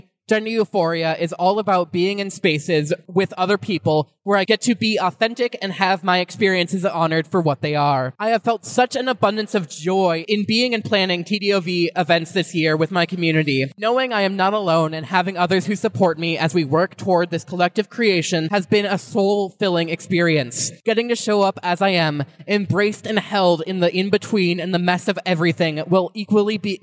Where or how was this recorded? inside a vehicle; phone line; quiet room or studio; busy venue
busy venue